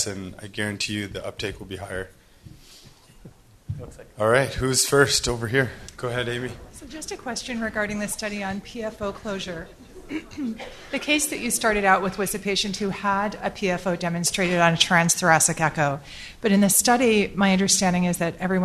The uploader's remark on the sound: the first part of the live recording